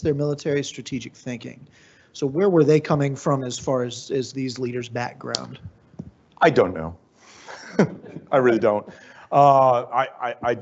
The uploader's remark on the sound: Lecture at the USAHEC